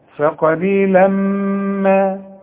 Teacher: الميم من حروف الادغام، هتغم وغن